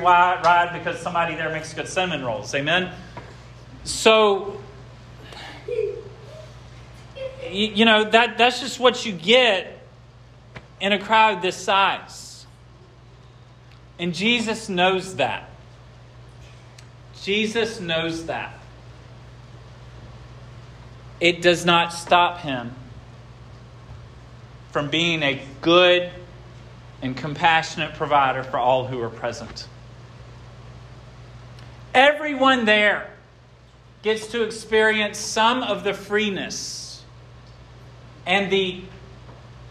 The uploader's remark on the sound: This sermon was preached at Hope Fellowship